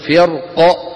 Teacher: أما عند الوقف عليها بالسكون ففي الراء التفخيم لا غير، لزوال موجب الترقيق وهو كسر حرف الاستعلاء وهو القاف.